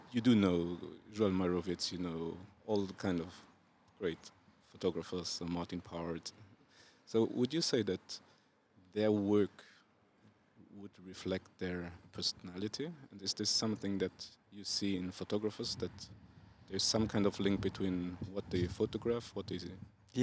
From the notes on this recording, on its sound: Recorded outside the Rotondes in Bonnevoie, our guest speaker at this year’s Luxembourg Street Photography Festival.